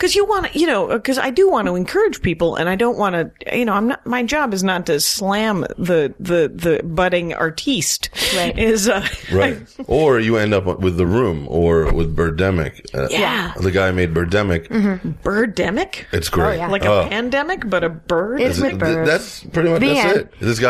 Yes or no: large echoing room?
no